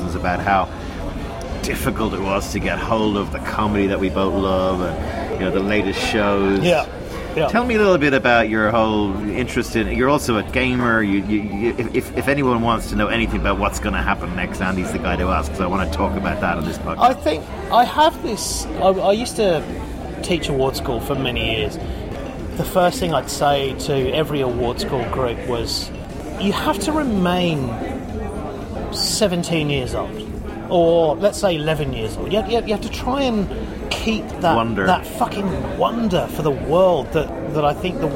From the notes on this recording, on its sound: Recorded: A noisy bar in Sydney